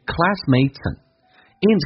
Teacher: and 不被强调，可以弱化成 n 这个发音 · Term: 连音